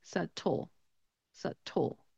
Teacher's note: You can see from the spelling of the word, even though the L is not the final letter, and even though it's followed by the vowel of an E, it is an unstressed syllable. We are putting the stress on the S and then reducing our stress for the toll part of the word.